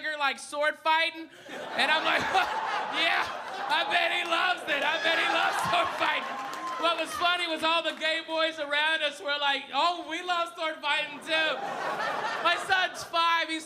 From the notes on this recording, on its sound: Gotham Comedy Live